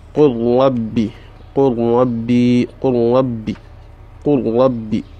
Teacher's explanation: if lamun is to meet with ra'un, you pronounce it by saying, by skipping the lamun. You skip the lamun totally.